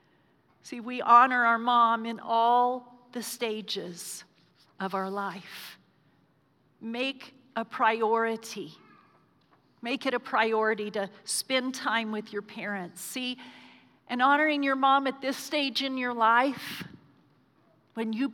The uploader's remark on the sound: Recorded live during our Sunday morning service